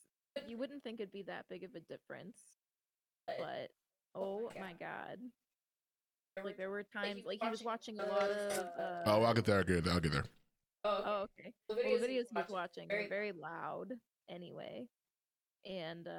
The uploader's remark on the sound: Pardon the sound qual, trying something new and I don't think I figured it out yet lol.